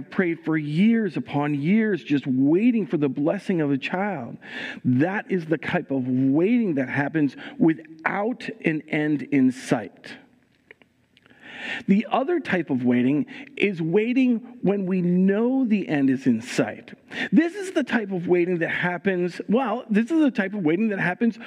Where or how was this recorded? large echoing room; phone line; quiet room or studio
large echoing room